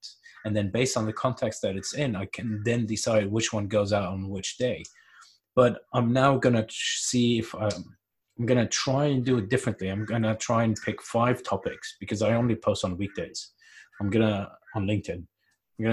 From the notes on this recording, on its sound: we basically got together on Zoom and recording a quick session